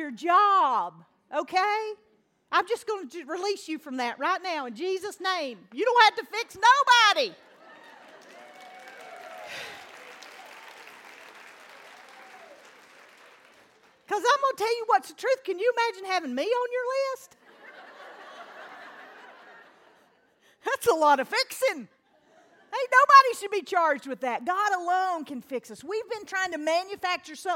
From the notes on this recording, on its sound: LIVE from The Cove in Asheville